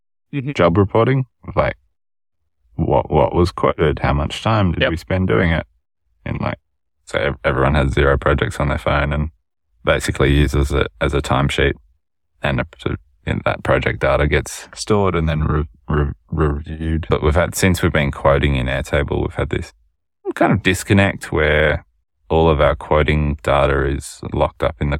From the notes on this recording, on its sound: stuck in the car at home so please excuse the poor audio this week!